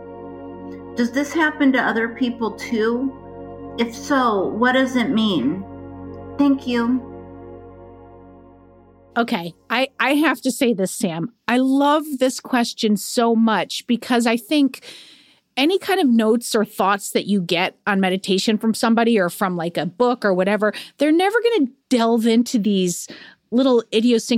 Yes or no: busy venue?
no